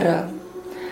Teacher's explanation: R se vyslovuje jazykem proti tvrdému patru za předními zuby.